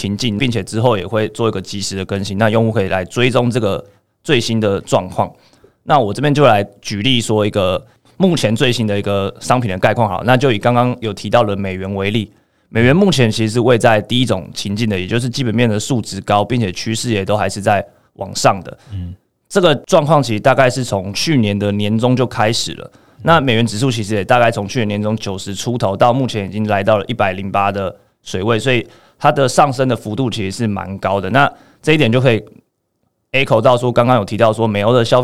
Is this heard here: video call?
no